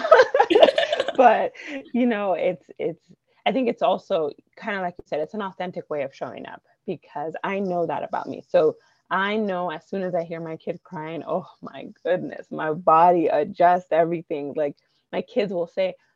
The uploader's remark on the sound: Apologies for the little glitches this time — I’m not sure how that happened.